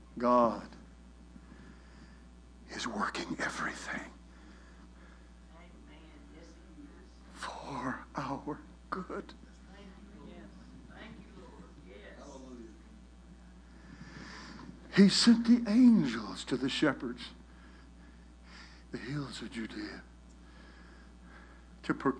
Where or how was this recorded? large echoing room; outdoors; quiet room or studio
large echoing room